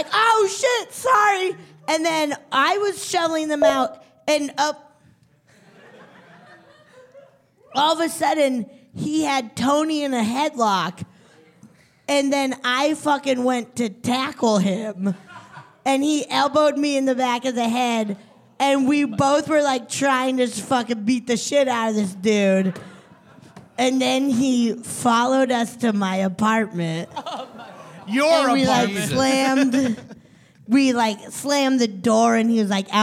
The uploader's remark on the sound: It is our fourth year in a row, recorded live at UCB Sunset.